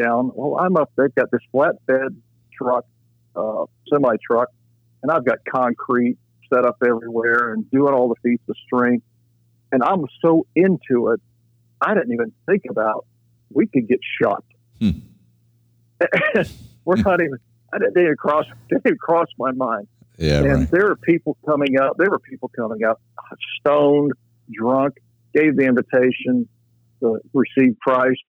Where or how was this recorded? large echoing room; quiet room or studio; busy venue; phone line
phone line